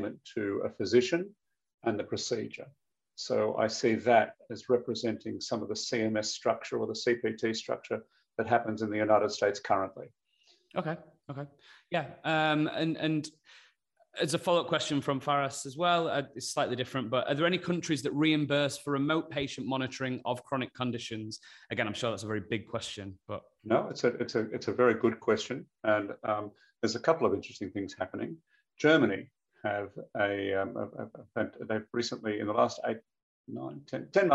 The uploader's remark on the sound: In this live webinar, hosted by CM Medical.